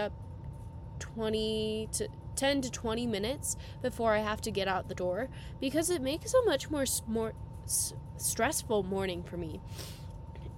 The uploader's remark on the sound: I apologize for any of the loud noises in the background, I am working on figuring out how to eliminate the sound of the heater as we get into the chillier months!